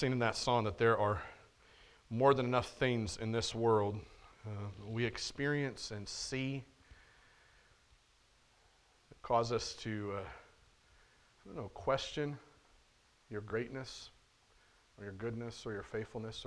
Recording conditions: large echoing room